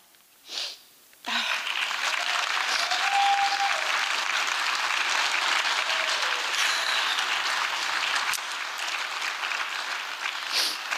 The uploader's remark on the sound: These performances were recorded at the Liberty Theatre on Friday, February 24th, 2023.